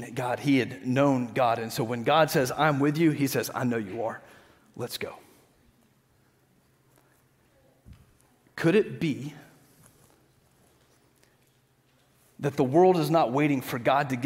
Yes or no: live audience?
yes